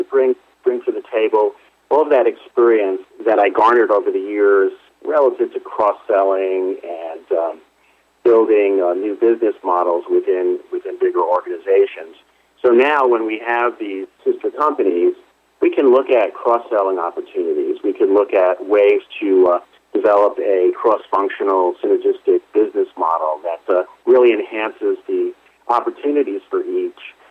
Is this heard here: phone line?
yes